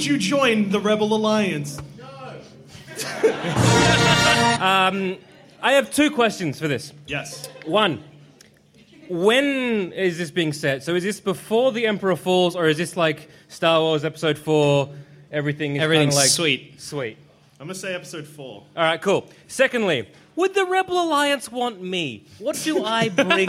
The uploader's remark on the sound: In which our heroes do it all live. Live on stage.